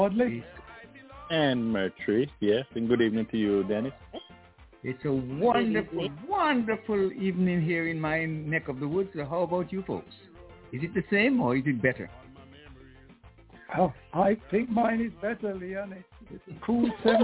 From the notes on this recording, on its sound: Telephone.